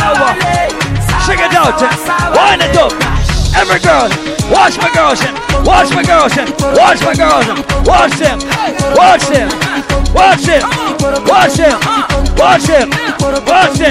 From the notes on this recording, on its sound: LIVE AT ISLAND SATURDAYS ON OCT 29.